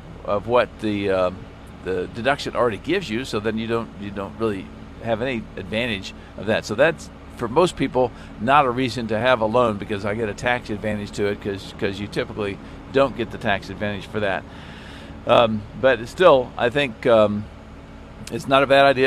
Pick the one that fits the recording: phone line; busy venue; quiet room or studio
busy venue